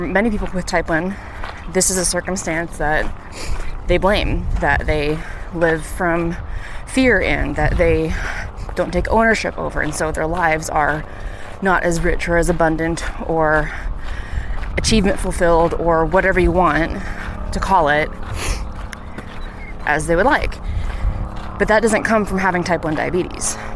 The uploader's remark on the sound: Please forgive all the traffic sounds! I was coming down the south side of Waterworks Hill in Missoula, which is right by I-90.